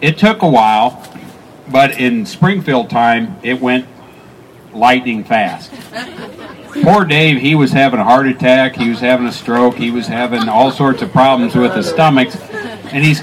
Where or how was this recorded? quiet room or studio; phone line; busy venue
busy venue